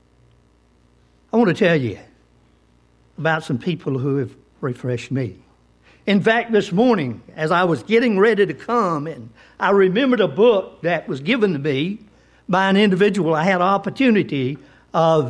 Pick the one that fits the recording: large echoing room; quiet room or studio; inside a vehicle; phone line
large echoing room